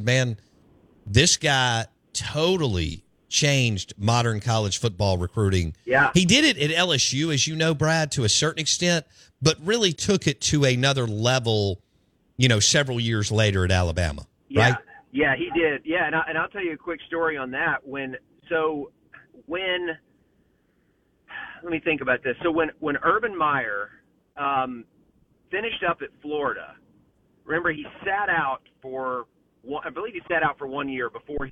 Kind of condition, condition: link, phone line